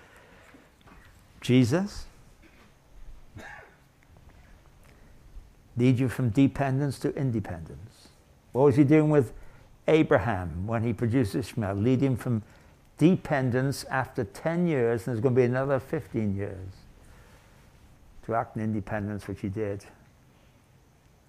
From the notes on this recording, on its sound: Session from the 2023 Thanksgiving Conference at His Hill Bible School in Comfort, Texas. Session from the 2023 Thanksgiving Conference at His Hill Bible School in Comfort, Texas.